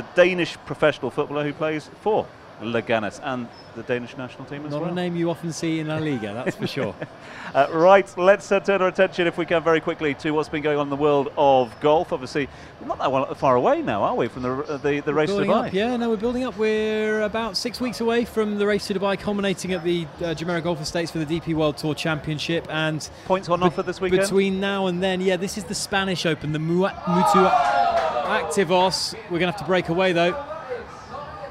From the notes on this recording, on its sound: From our spiritual home Barasti